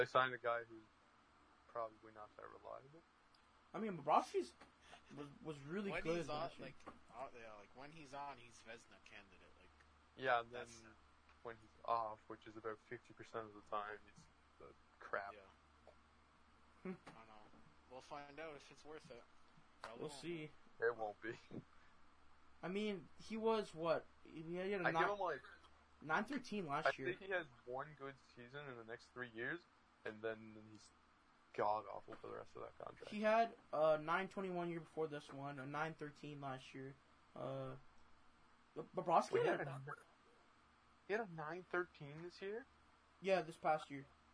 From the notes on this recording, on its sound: We also apologize for any audio issues that occurred during recording.